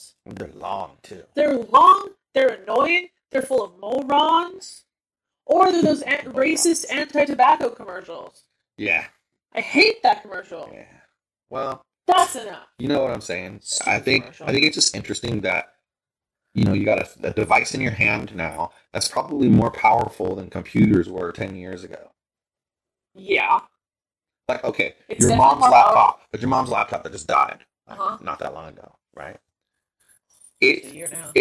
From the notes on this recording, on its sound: WARNING: The audio in this podcast has a slight click when we speak. We did our best to filter this out and it is much better than the raw audio. We apologize in advance for the poor sound on this episode.